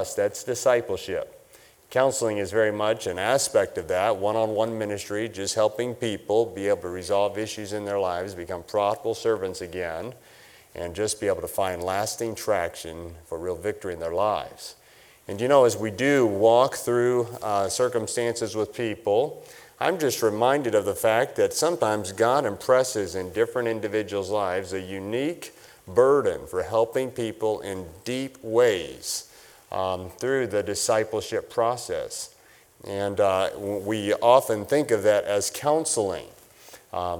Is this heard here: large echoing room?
yes